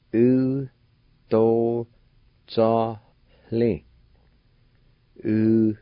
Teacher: There's an H sound right between the A and the L toward the end of the word.